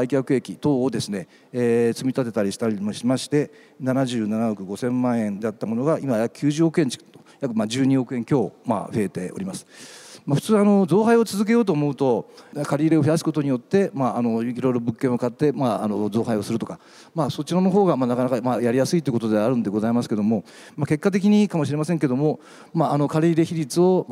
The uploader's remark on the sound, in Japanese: 東京証券取引所で開催した「J-REITファン2017」に登壇した